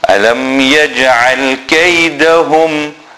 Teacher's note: again the Ayn, remember, center of the throat